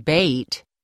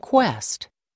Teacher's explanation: The vowels O and E have 2 pronunciations but are spelled the same. Closed E as in bait and open E as in quest.